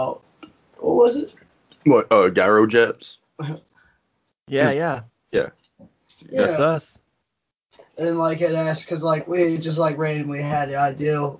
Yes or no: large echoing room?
no